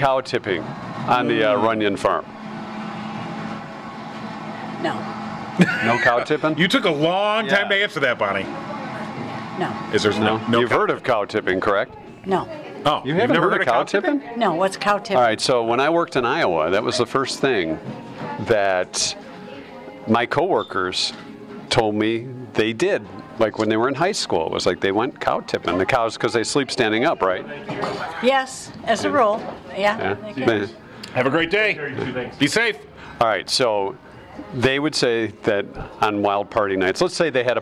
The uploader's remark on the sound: The show is on the road at Howell Nutrition